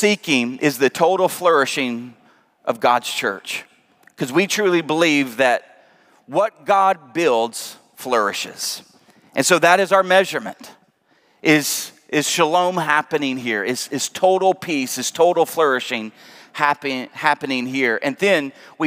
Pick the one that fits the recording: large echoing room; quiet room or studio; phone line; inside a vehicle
large echoing room